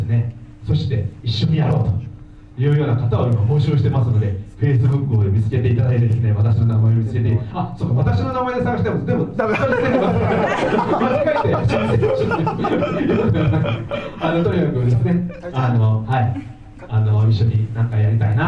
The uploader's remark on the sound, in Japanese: 会場のでの収録の為、雑音もありますがご了承ください。